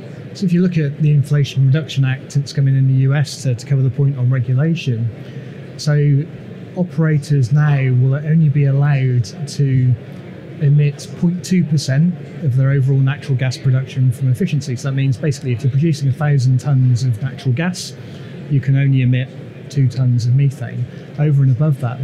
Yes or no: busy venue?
yes